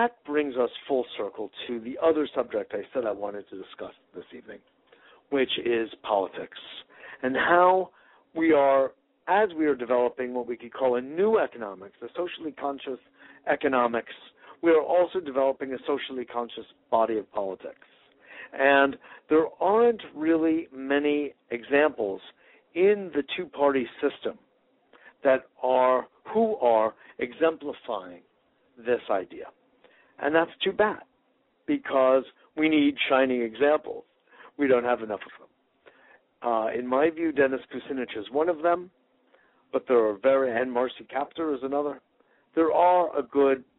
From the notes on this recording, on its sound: Today is a chance for listeners to call